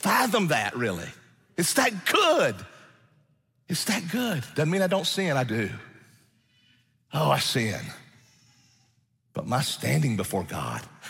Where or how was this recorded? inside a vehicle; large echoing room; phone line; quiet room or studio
large echoing room